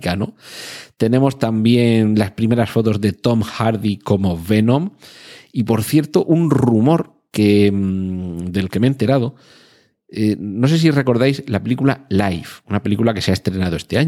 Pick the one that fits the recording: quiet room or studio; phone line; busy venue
quiet room or studio